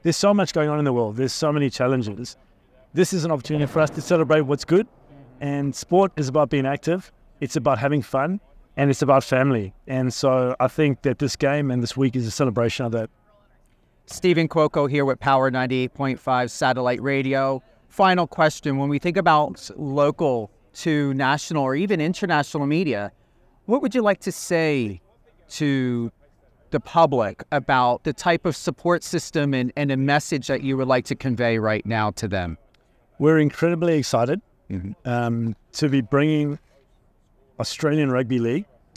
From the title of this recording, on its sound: On Location at Allegiant Stadium